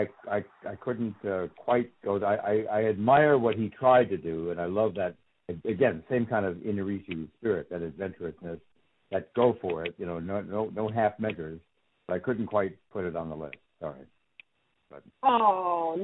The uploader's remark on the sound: Was driving across Colorado as we spoke so the podcast naturally happened over the phone.